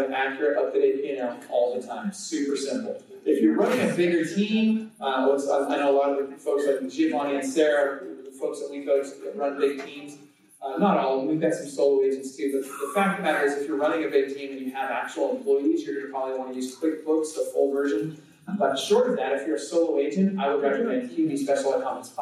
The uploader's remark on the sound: Presents at the Xplode Conference.